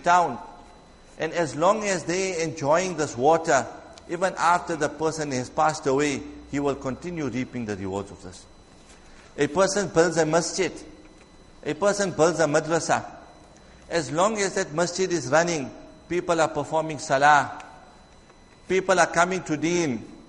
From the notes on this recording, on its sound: Jumuah lecture